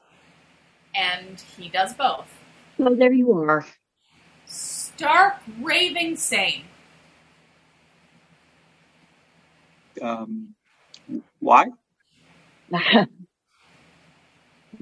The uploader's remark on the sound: We started gathering some of our favourite people every Tuesday & Saturday night to read scripts over Zoom.